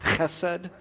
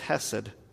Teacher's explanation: It's got that guttural way back in the throat · Shown in: first take